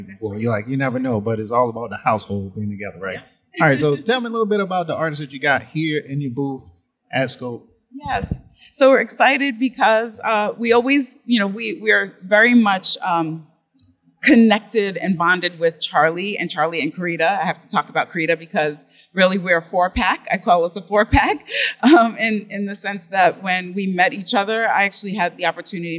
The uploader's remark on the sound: A special series of episodes recorded at Miami Art Week. Miami Noize is a series of episodes records live during Miami Art Week.